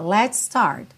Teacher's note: Let's, termina em S, start, começa em S, você junta tudo num S só.